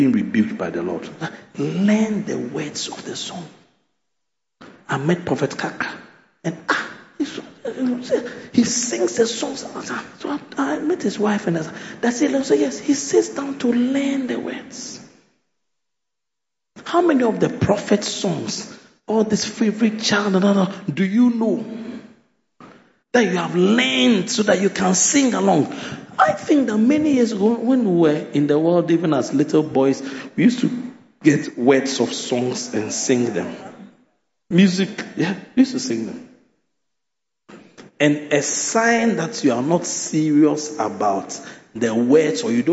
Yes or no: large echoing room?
yes